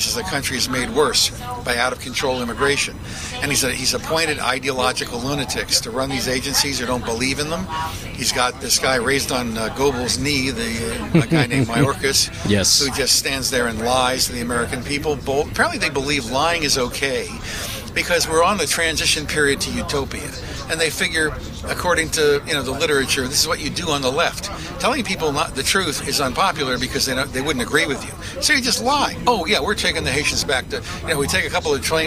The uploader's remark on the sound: Live From Washington DC. FAIRus.org is hosting its annual 'Hold Their Feet To The Fire' conference. I'm broadcasting live from radio row.